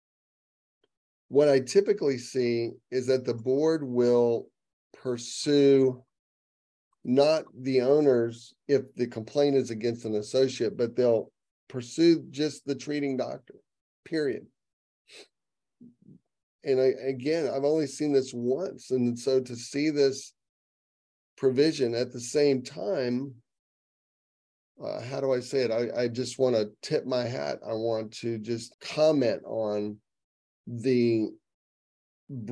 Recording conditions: video call